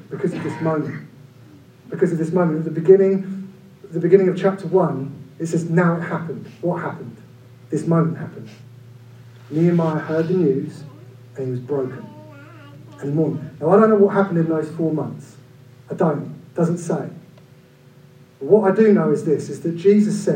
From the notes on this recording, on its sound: Due to technical difficulties this week we apologise for the reduced sound quality.